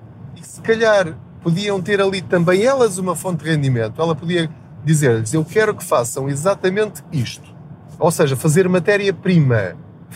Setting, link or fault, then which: setting, inside a vehicle